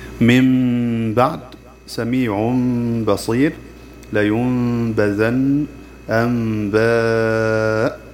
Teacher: قلب النون الساكنة أو التنوين ميما عند الباء مع الإخفاء والغنة. وسببه: تقلب النون ميما عند الباء لأن الميم والباء من مخرج واحد، والميم والنون مشتركتان في كل الصفات ويزيل عليها الغنة. · Term: الإقلاب